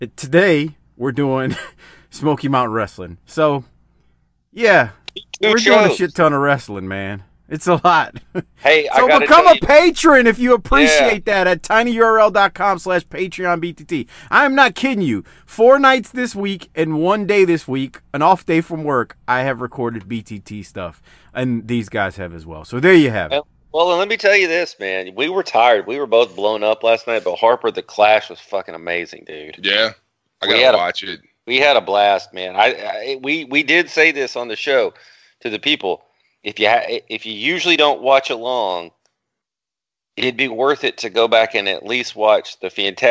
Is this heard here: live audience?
no